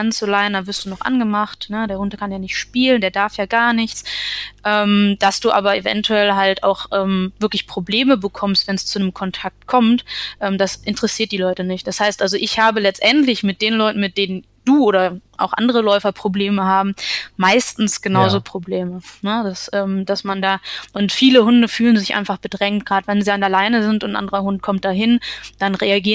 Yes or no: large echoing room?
no